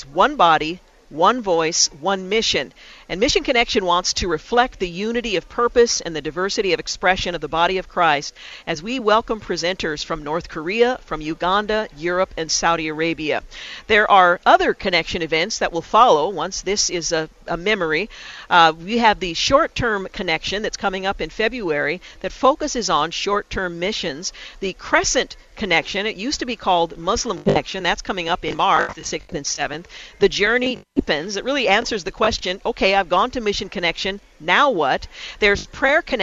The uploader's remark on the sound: we broadcast live from Mission Connexion Northwest 2020 , One Body, One Voice, One Mission, at Rolling Hills Community Church in Tualitan.